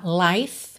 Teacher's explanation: Life, L-I-F-E, esse I também é o I longo aberto, com som de ditongo, aí, tá? Life, termina no som do F e o E final não é pronunciado